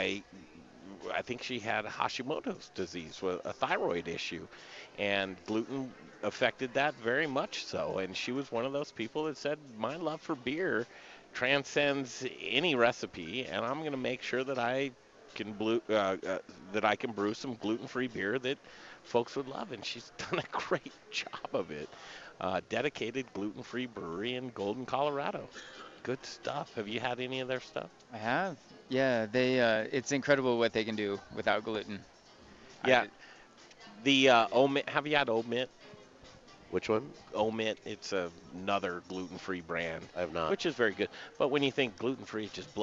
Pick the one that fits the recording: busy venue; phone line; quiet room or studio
busy venue